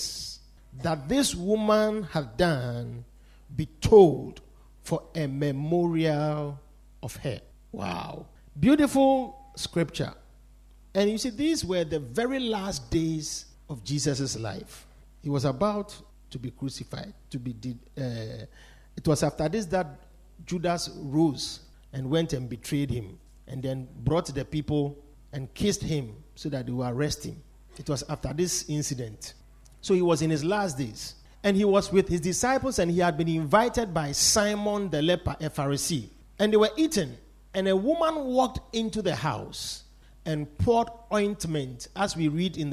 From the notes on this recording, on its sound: Preached at The Victory Secrets Service.